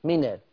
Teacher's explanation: نقل فتحة الهمزة إلى النون الساكنة · Term: النقل